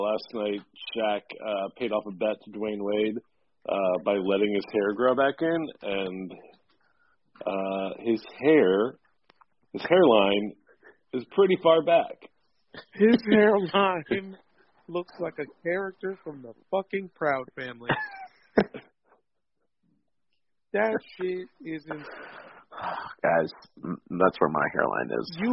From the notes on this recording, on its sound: hop on the phone